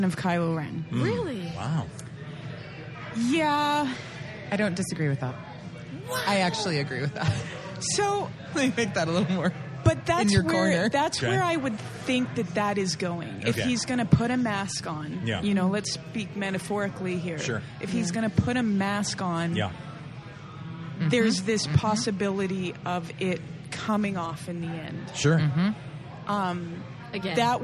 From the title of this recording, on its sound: Live from Pour Taproom!